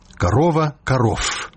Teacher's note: Расейскі шумны зычны «в» аглушаецца ў «ф»